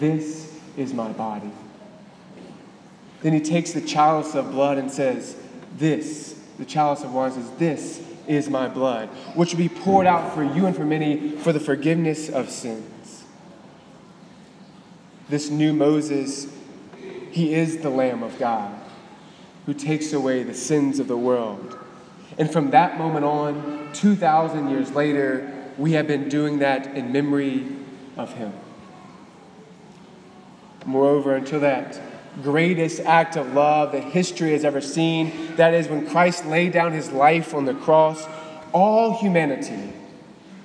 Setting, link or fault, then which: setting, large echoing room